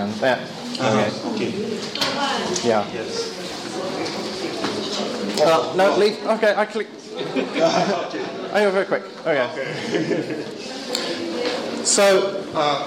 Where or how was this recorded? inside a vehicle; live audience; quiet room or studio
live audience